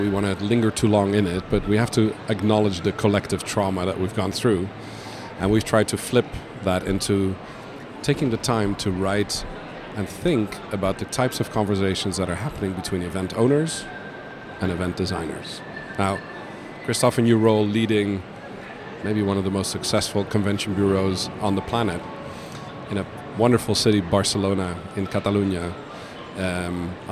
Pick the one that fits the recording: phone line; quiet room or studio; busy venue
busy venue